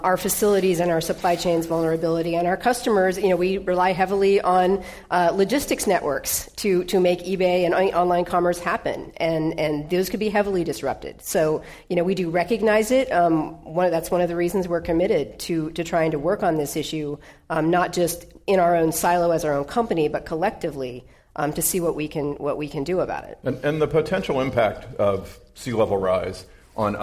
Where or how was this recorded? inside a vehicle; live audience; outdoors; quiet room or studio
live audience